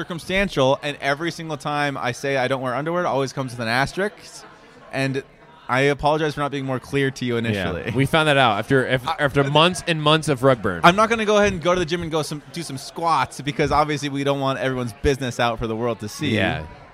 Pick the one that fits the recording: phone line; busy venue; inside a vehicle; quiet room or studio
busy venue